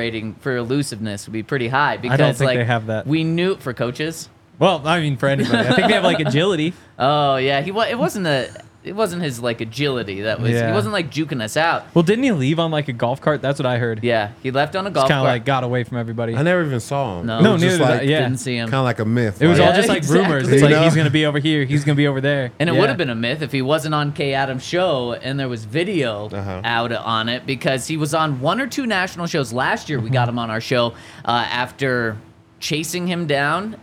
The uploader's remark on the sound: coming to you LIVE from the DNVR Bar